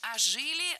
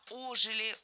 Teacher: Ударение в этом слове ставим на приставку. · Shown in: second take